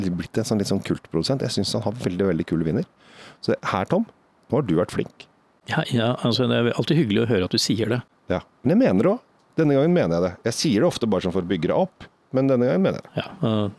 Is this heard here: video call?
no